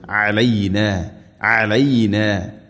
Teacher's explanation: അയിൻ തൊണ്ടയുടെ മധ്യഭാഗമാണ് മഖ്റജ്